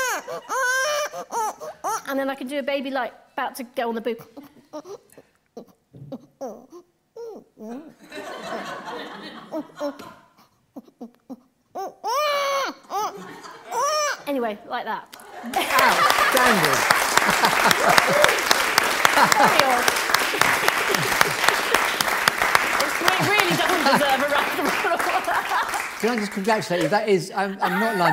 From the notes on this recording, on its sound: LIVE from The Theatre Royal Bath.